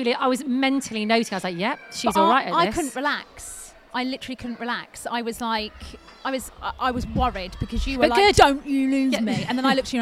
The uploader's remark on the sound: Live from Twycross Zoo!